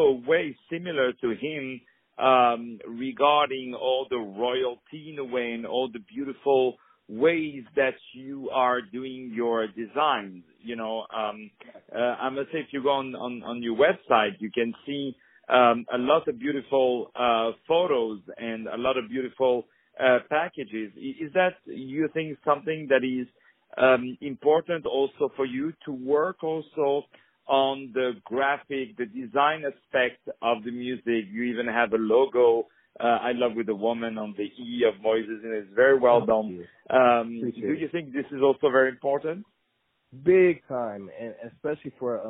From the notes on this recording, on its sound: On the phone